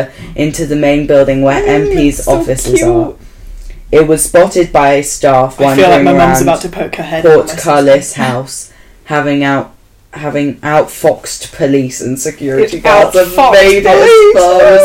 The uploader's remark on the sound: warning headphone users!!! this podcast is spooky and LOUD.